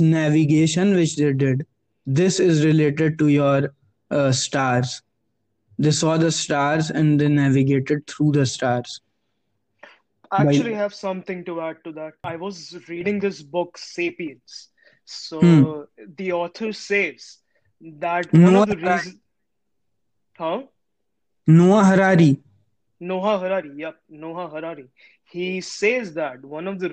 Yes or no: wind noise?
no